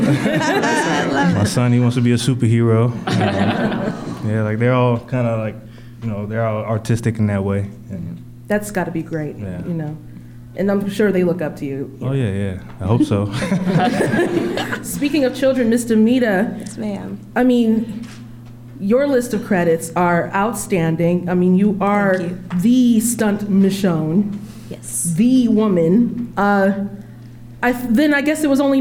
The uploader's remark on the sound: In front of an audience at Georgia Public Broadcasting in Atlanta.